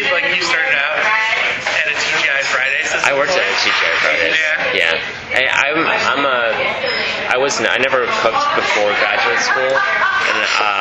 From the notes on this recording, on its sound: I apologize for the background noise on this one as we recorded it in the busy front room of Lula cafe.